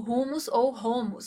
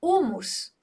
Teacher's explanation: sem esse som aspirado do hu ali, sem o H · Shown in: second take